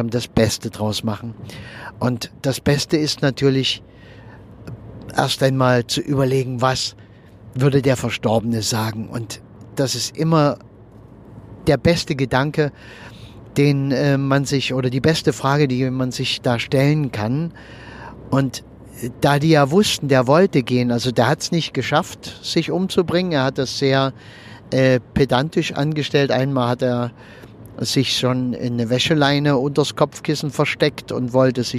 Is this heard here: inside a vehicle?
yes